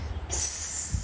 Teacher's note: 牙齿，风吹过牙齿的声音，那个叫 sibilant